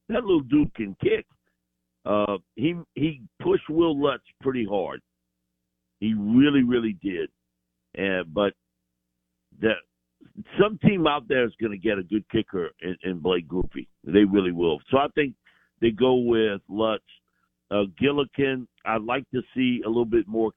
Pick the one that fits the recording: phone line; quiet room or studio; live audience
phone line